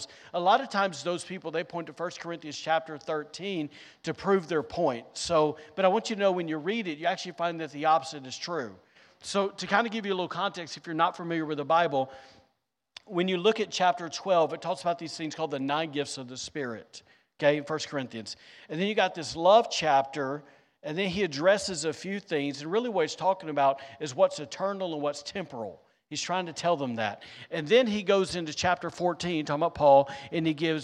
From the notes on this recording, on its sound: Recorded on Sunday, May 21st, 2023, during service at The Anchor Church in Rockport, Maine.